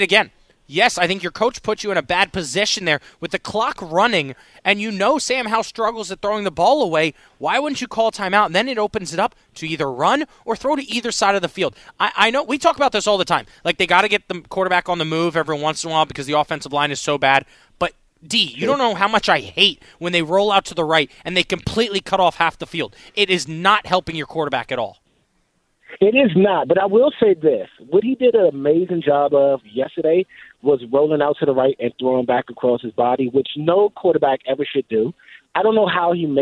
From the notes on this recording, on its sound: We take callers.